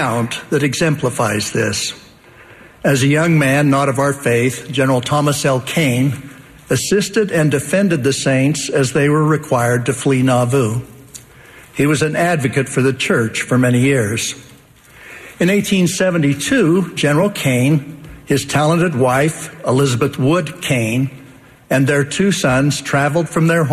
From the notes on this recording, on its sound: The Saturday Morning Session of the 190th Semiannual Church of Jesus Christ of Latter-day Saints General Conference, October 3, 2020.